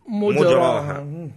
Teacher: قرأ ابن عامر مجراها في هود بفتح الراء من غير إمالة مع ضم ميمه